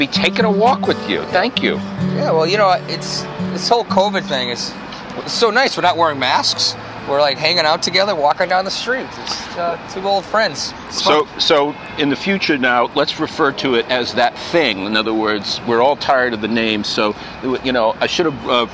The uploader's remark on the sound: walk and talk in Boston's Back Bay